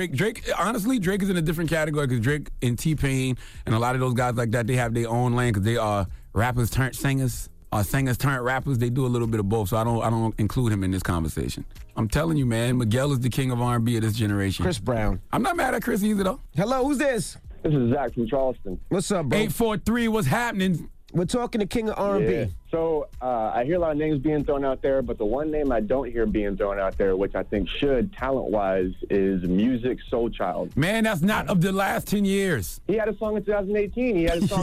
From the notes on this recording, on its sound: we had to open up the phone lines